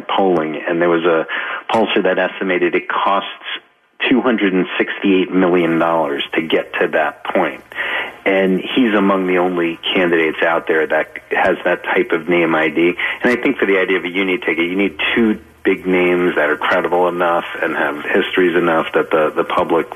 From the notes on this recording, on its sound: via phone